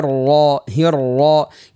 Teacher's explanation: ظهر طرف اللسان يمس في الحنك الأعلى، في ظهر الحنك الأعلى، كي ماشي يزيد يفخم يعاود يرجع لداخل اللسان باش نحافظ على التفخيم. · Term: الراء المفخم